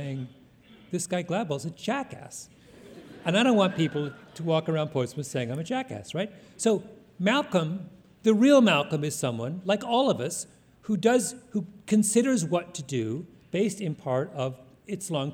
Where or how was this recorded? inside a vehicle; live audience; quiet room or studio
live audience